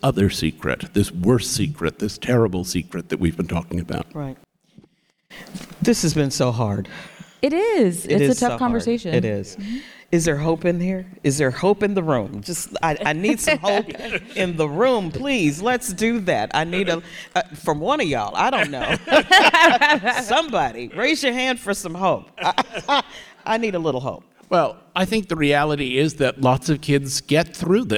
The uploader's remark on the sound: We sit down in front of a live audience in Fort Worth, Texas.